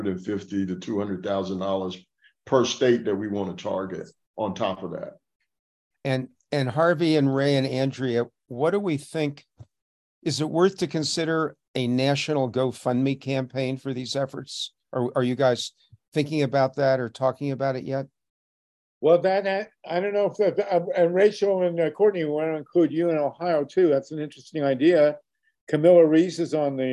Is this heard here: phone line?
no